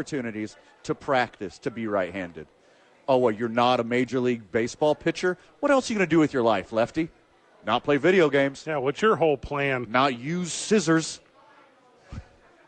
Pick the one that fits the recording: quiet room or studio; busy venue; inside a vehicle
busy venue